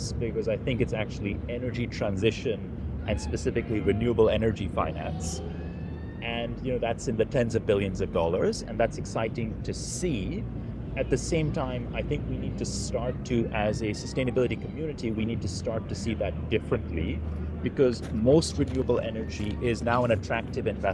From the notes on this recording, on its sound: Live from COP28.